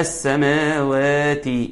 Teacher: السماوات مد طبيعي بيمد مقدار حركتين، ربما كتير بيقع مننا ونقول ايه سخر لكم ما في السماوات، ما في السماوات، لا السماوات، يبقى كان عندنا ألف قبل الواو وألف بعد الواو.